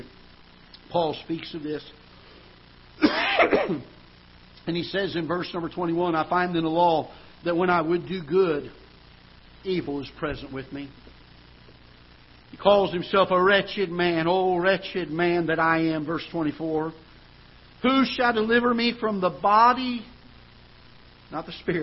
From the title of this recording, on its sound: Ketha Heights Baptist Church ~ Live Broadcast